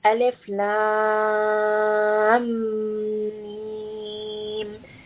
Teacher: between the lam and the mim, I merge them together. There is idgham. Because of that merging, this is going to be musaqqal.